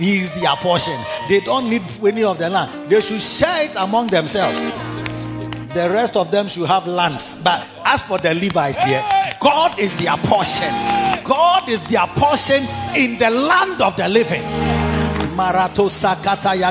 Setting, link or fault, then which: setting, large echoing room